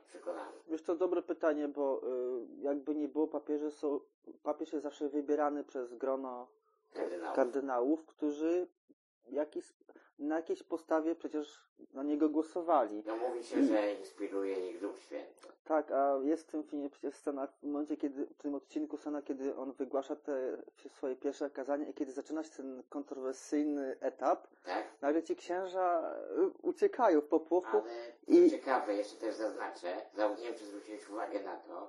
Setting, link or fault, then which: fault, poor sound quality